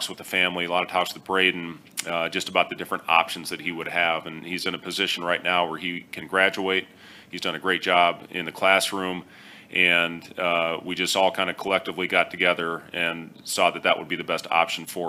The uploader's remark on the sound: Weekly Press Conference